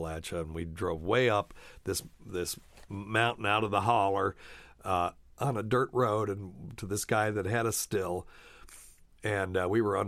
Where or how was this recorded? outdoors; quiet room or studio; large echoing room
quiet room or studio